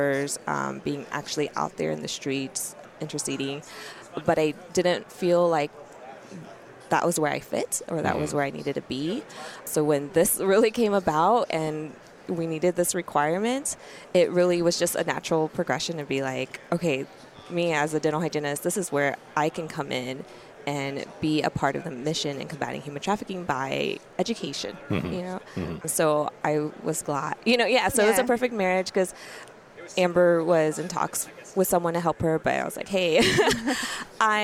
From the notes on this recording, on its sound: We deliver a highly requested episode in a roundtable format, recorded at ADA SmileCon.